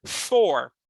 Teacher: E aí a gente tem esse R de matuto, né?